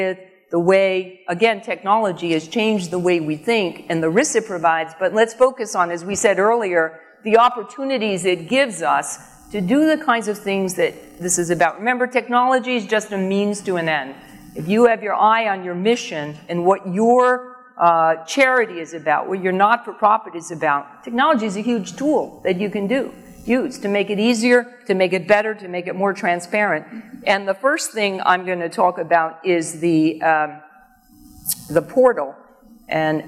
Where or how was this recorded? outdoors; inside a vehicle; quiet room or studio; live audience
live audience